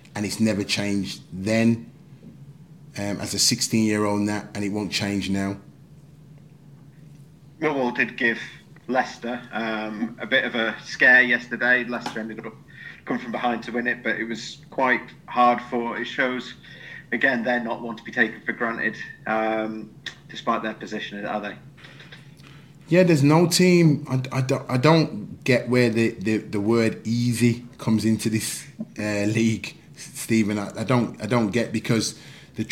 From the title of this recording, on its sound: PRESS CONFERENCE